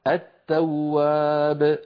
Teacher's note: السماء أيضا أدغمنا لام التعريف السين، الداع أدغمنا اللام في الدال، الطول أدغمنا اللام في الطاء، التواب أدغمنا اللام في التاء